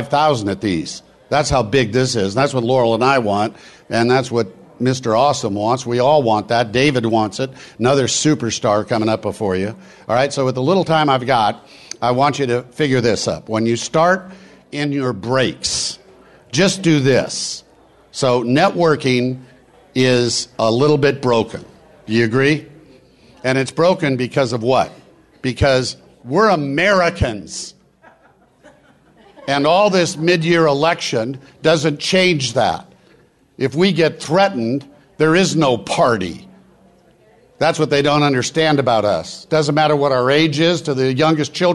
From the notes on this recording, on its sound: VoiceAmerica Talk Radio Live from NetMob Premiere™ It’s where deals are made!